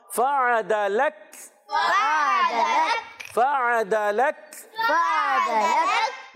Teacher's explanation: یہ کاف آخر میں باریک رہے گا اور ساکن ہو جائے گا